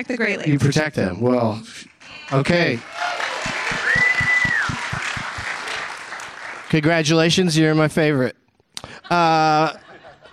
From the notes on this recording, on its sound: Live from the Traverse City Film Festival